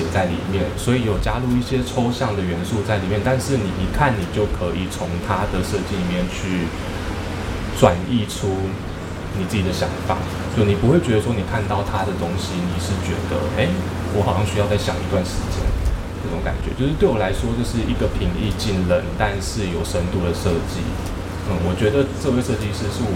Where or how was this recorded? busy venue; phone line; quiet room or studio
busy venue